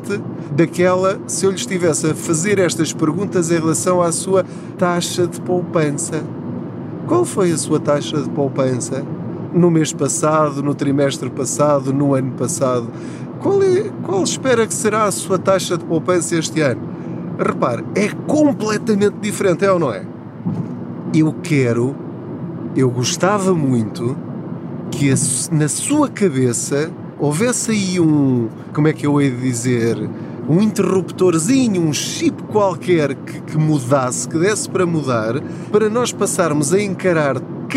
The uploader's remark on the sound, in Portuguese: Não ligue aos barulhos da viagem.